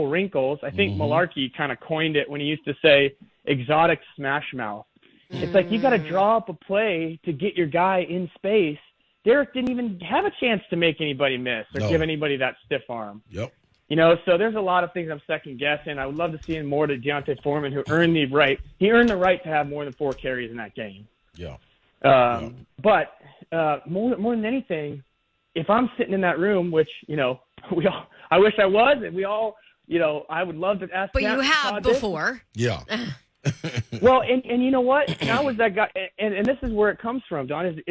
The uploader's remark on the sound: rapid fire phone calls